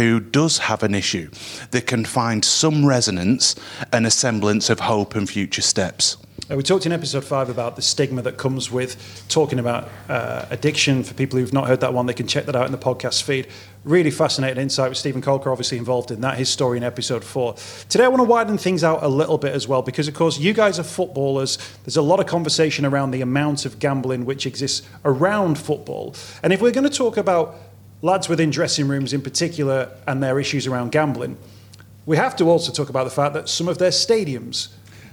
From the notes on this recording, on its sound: In this week's episode we host a live Q&A event at the top of the Radio City Tower in Liverpool. The panel taking questions from our live audience.